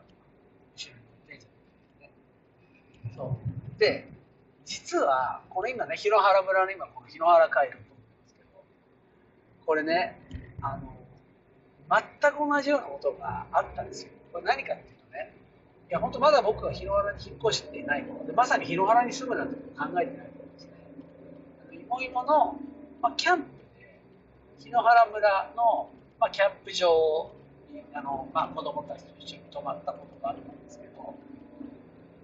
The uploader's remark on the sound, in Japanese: 車を運転しながら